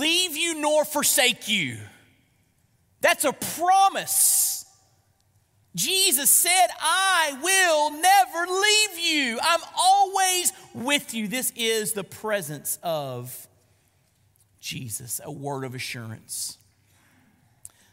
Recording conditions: large echoing room